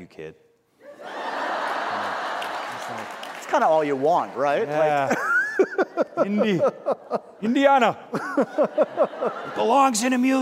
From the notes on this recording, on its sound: We went LIVE.